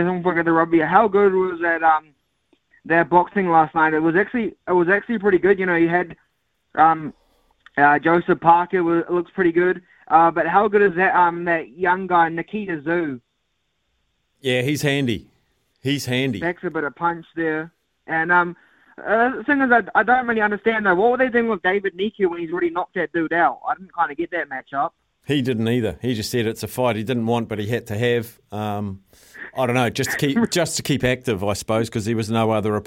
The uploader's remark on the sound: He goes to the phone and text lines